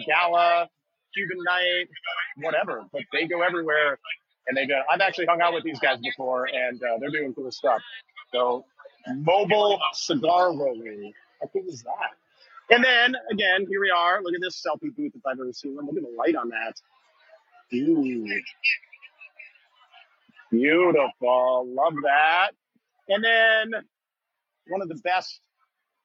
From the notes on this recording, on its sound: LIVE from THE EVENT EXPO 2023! As we take you on a live stroll through the buzzing halls of THE EVENT EXPO 2023.